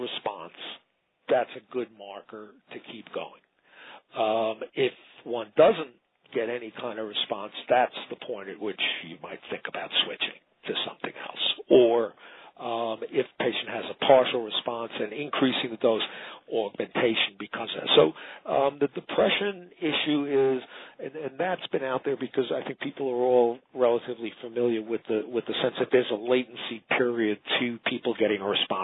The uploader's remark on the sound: Author in the Room® Teleconference